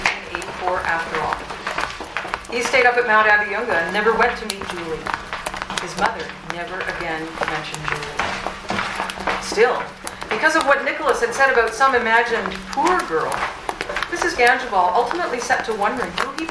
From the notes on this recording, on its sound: An adaptation of Leo Tolstoy's "A Russian Christmas Party" performed live at the old Barry's Bay Train Station.